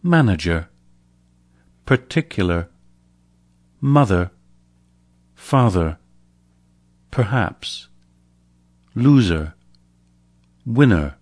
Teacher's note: In American English, the schwa comes in an R-colored variety too, as in manager, particular, mother, father, perhaps, loser, winner, etc.